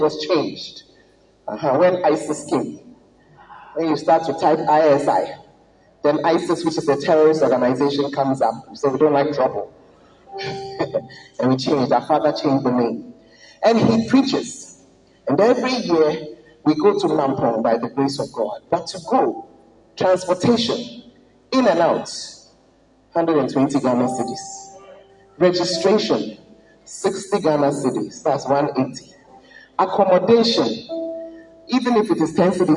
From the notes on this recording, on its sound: Preached at the Word Alive Service